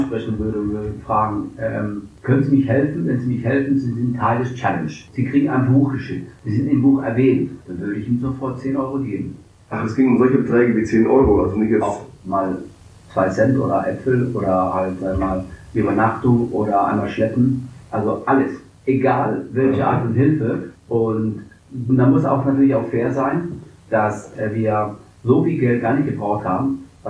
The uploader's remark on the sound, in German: Das folgende Gespräch war eine unserer ersten Aufnahmen und leider ist die Tonqualität alles andere als perfekt.